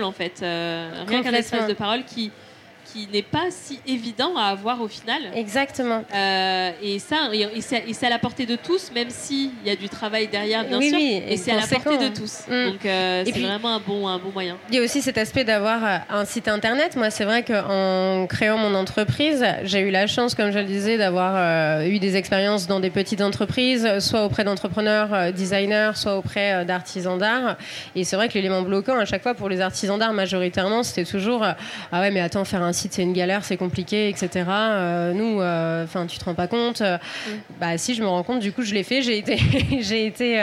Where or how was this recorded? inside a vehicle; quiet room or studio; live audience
live audience